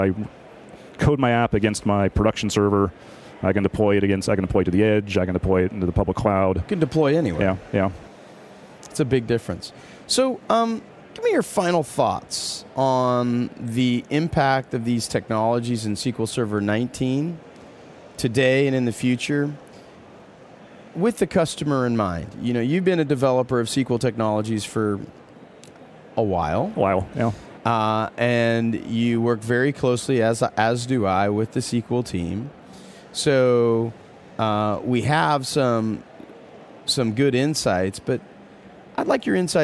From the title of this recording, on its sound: LIVE from Microsoft Ignite in Orlando Florida